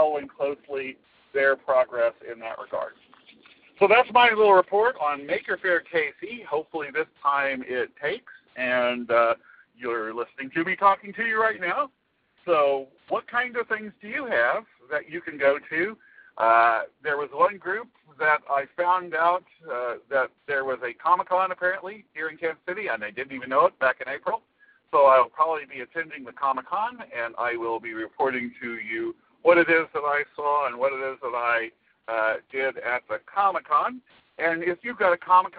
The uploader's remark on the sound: phones in a show after visiting Maker Faire: Kansas